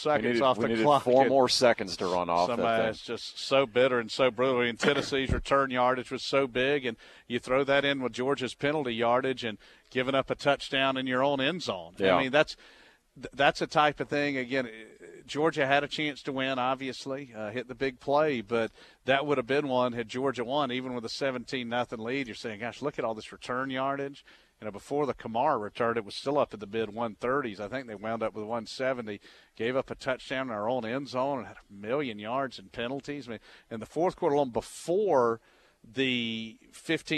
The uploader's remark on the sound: Live from the UGA Bookstore.